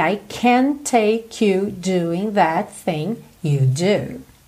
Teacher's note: junta o T do can't com o T inicial do take